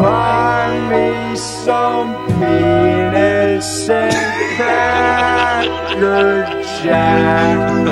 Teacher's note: the Granite City, Illinois accent as well as Pennsylvania Dutch to turn the nuts sound into a schwa sound